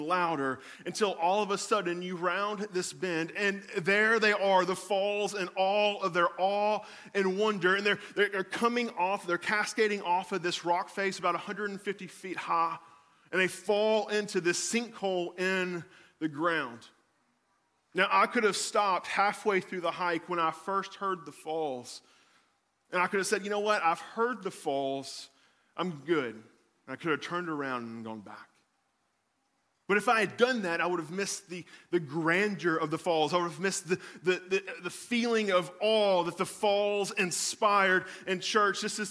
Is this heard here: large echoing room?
yes